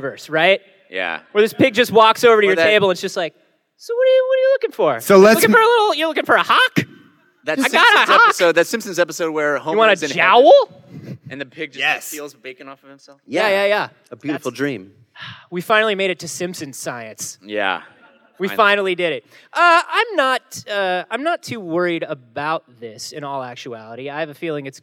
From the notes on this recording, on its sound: LIVE from PAX South 2017! This episode was recorded LIVE at PAX South 2017 in San Antionio. Thanks to everyone who came out to the live performance!